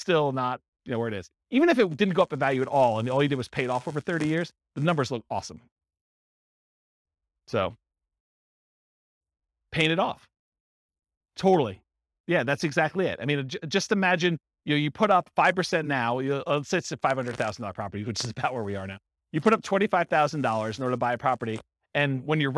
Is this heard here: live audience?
yes